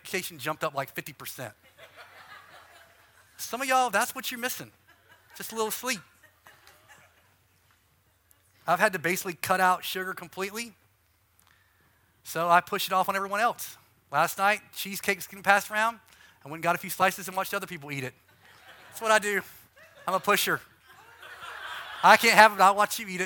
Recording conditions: live audience